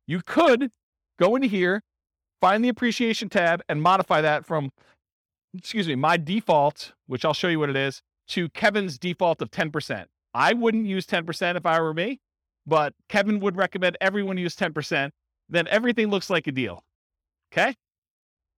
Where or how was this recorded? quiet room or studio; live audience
live audience